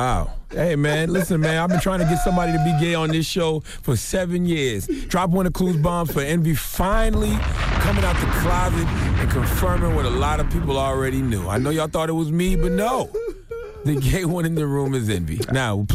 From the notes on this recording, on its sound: We opened up the phone lines. We opened the phone lines to see what our listeners thought.